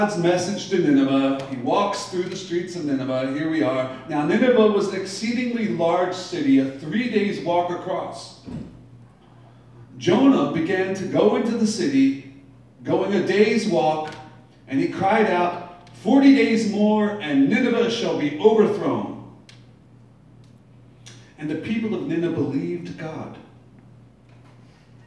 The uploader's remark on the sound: Live from Black Cloister Brewing Company. Except for the first minute or two.